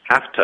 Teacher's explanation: have to 代表就是得做什么的时候呢，这个 v 的音都会轻化成 f 的音 · Term: 弱读